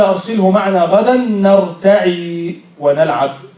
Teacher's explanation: وإشباع الياء في نرتع